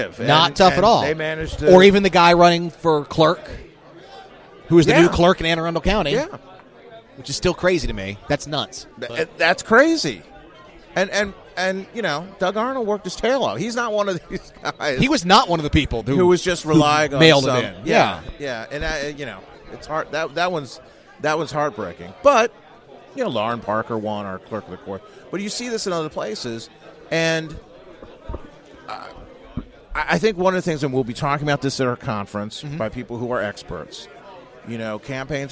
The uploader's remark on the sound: Red Maryland Radio Special from the 2018 MDGOP Fall Convention. Includes additional content not included in the Red Maryland live video feed of the event!